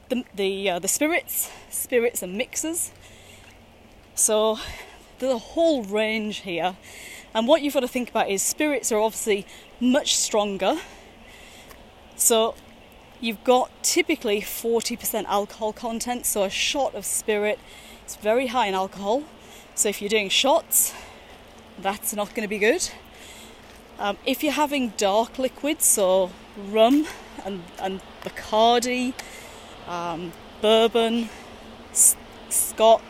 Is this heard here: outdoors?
yes